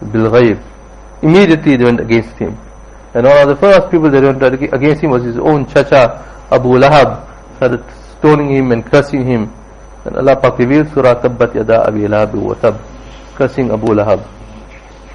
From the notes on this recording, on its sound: Jumuah lecture at Rockford Musalla